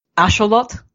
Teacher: The X is an SH sound, and the TL is a th with the tongue at the roof of the mouth. At least in classical Nahuatl, I don't know how it's pronounced today.